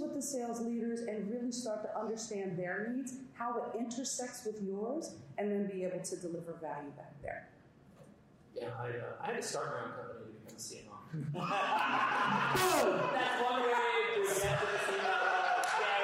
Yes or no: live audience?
yes